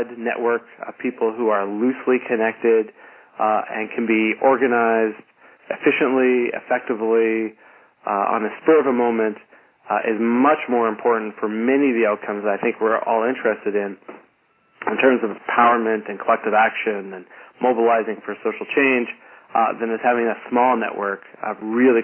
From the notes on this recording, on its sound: Call recorded on November 10, 2011.